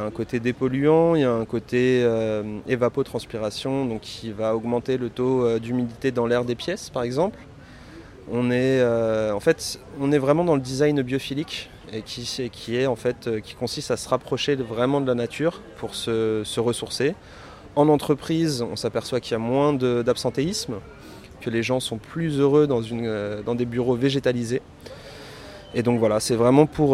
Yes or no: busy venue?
yes